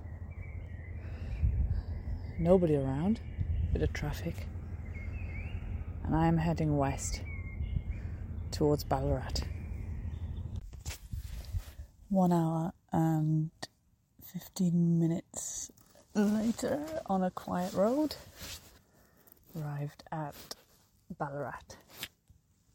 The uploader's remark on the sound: A live in action podcast of workshops and interactions with participants and organisers of the event.